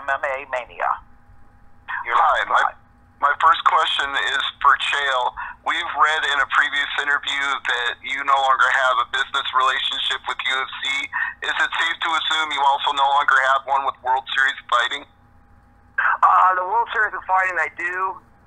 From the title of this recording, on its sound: Introductory Conference Call